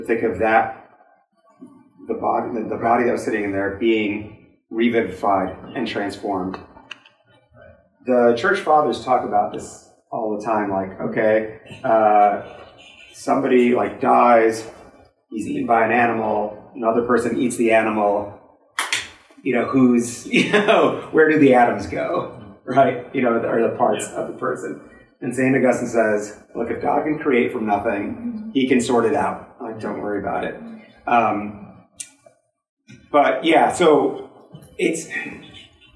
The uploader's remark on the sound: This lecture was given on April 15th, 2023 at the University of Rochester